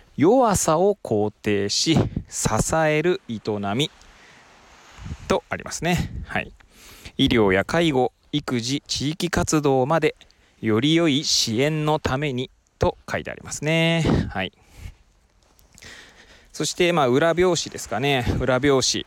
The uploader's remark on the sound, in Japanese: 初めての外収録。釜石市の根浜海岸を歩きながらケアとは何かについて語ってみました。音声がどんな感じか気になります。Stand.fm。